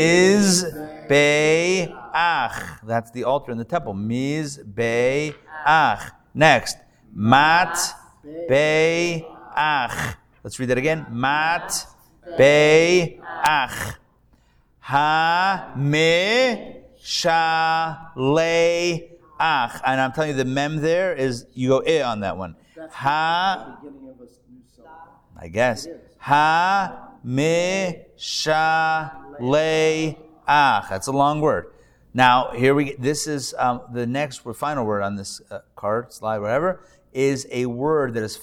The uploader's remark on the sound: Recorded Live at The Torah Center ATL on Thursday, September 7, 2023